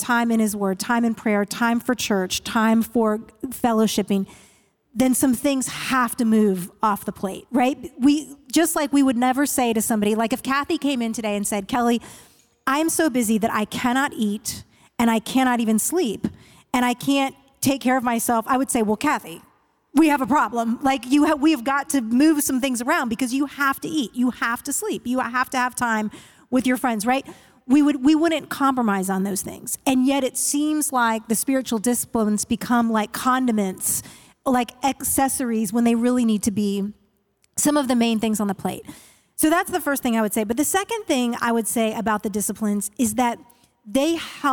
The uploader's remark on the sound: Today’s episode starts our new season off strong, complete with our first-ever live audience!